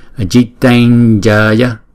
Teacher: Chữ J, chữ J thì chúng ta đọc chữ J này bằng phần palatal. Do đó chúng ta phải chuyển cái anuswara này thành chữ nhờ